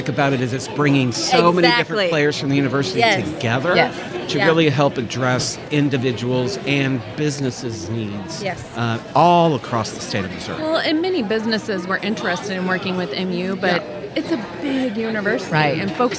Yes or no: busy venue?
yes